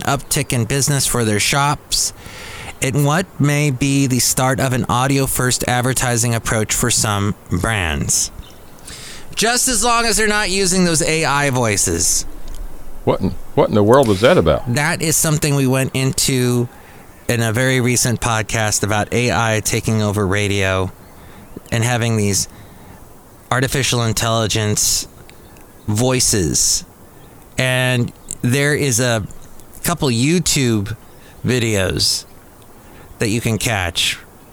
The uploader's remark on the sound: podcasts live from Cafe Anyway